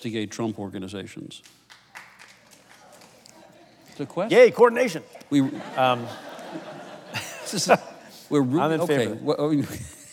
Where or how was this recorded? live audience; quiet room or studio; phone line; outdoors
live audience